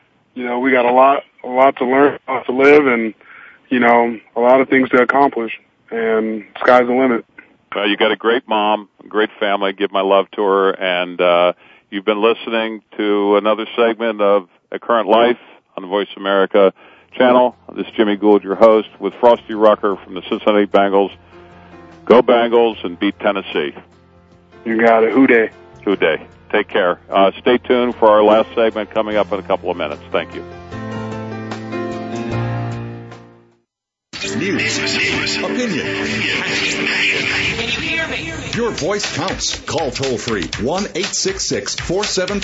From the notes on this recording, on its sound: Takes questions from his listeners that call. This will be a guest-free episode. As always, there will be a few surprise callers.